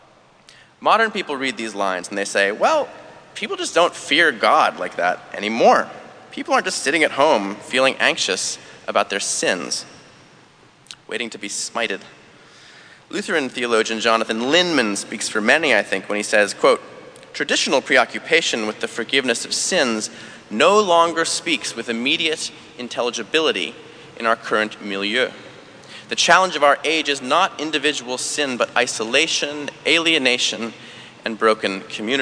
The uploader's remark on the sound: Delivered April 28th, 2017 at St George's Episcopal Church.